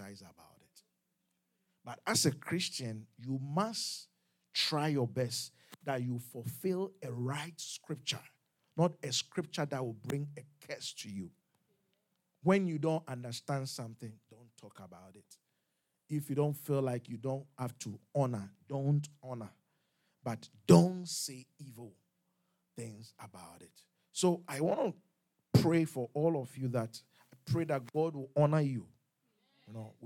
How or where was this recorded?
large echoing room